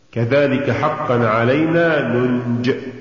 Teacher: فلو وقفنا على كلمة ننج لوقفنا بدون ياء